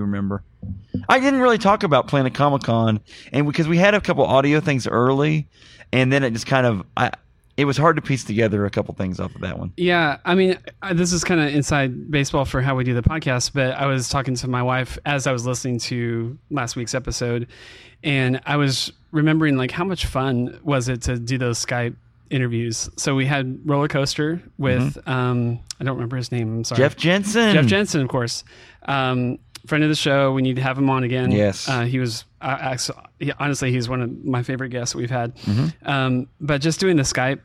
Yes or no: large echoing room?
no